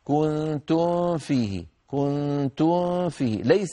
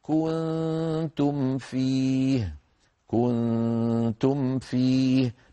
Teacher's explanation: ليس ثمة إخفاء بين الميم الساكنة والفاء · Shown in: second take